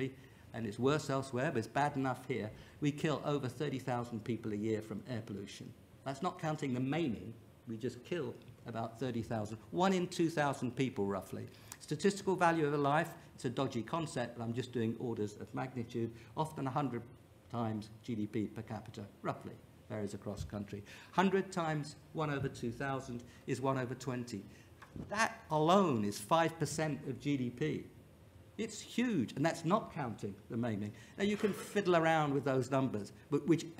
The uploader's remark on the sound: Session 2 at The Economy 2030 Inquiry conference.